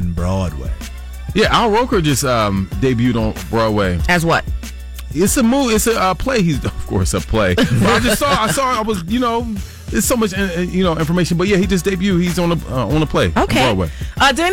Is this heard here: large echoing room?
no